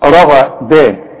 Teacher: الراء عندك مفخمة الغين مفخمة